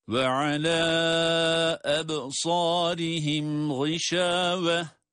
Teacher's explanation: Burada da alâ ebsârihim derken medd-i munfasıl kuralını görüyoruz yine. O da dört elif miktarı kadar uzatılacak. Sonrasında ise gışâve kelimesinde durdum.